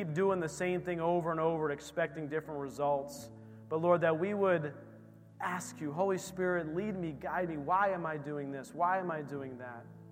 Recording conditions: large echoing room